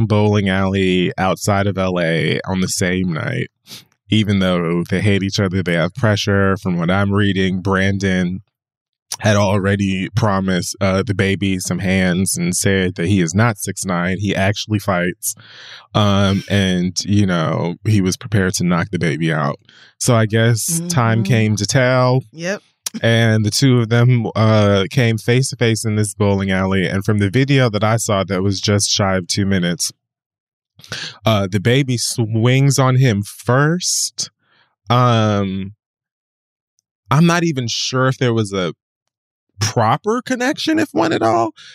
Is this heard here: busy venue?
no